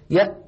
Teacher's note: ويستطيع المشاهد الكريم في بيته أن يجرب، جرب يا أخي في بيتك أن تقول يأتون مثلا يأ، وحاول أن تضغط على الهمزة فتجري معها الصوت، جرب هكذا يأ، مهما ضغط فإن مخرج الهمزة قد انقفل انقفالا تاما غير قابل، غير قابل.